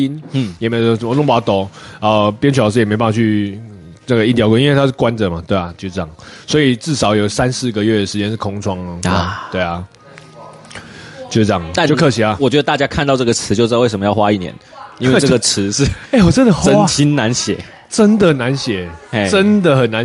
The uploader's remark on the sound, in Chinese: 錄音地點：咖啡秘辛五妃店。